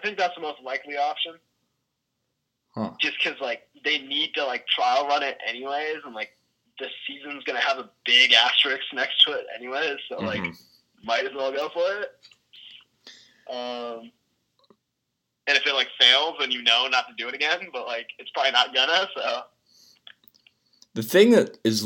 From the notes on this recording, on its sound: over the phone